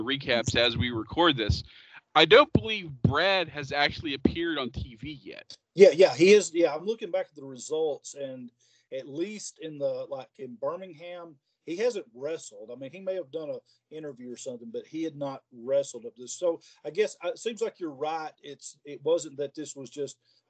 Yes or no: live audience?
no